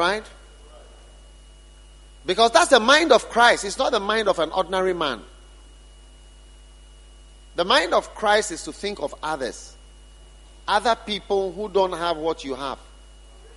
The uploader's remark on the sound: Preached at the dedication of The Qadish, Spintex Highway-Accra.